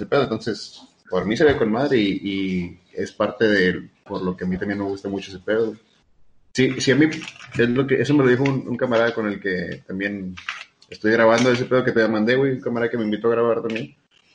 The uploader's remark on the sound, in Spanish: Primer episodio grabado por video llamada, la maldita cuarentena nos tiene alejados..